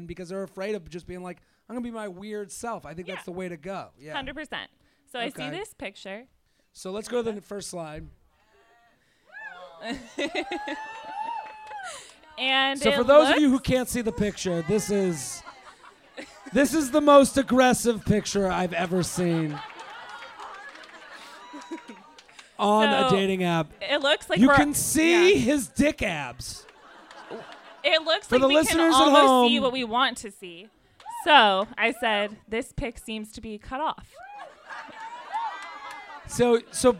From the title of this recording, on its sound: LIVE From The Punchline San Francisco